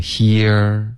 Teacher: 所以你会听到一个滑动 here, almost like two syllables